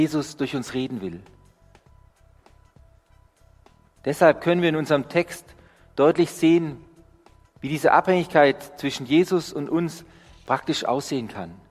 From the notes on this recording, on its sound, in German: Die Predigt aus dem Gottesdienst